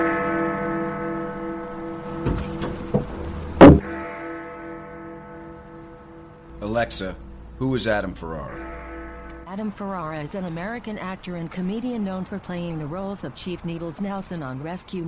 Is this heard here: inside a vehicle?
yes